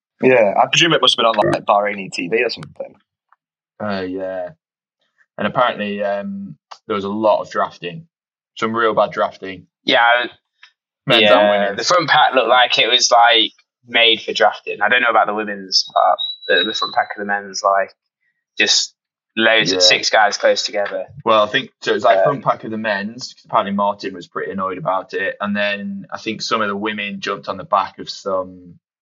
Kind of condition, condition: fault, poor sound quality